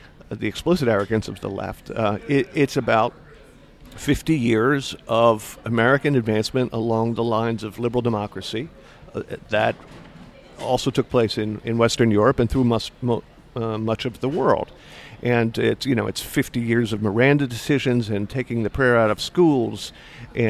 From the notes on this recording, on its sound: over breakfast at Busboys and Poets in Washington, D.